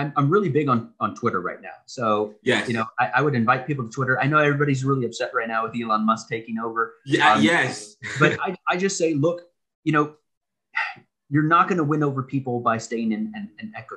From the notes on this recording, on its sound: One-on-One Video Interview. This Podcast episode, which is done in video but can be listened to via audio, is broken up in three (3) segments. Via Zoom.